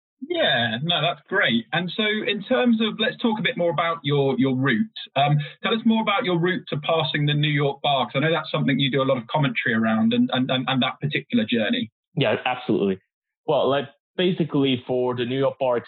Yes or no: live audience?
no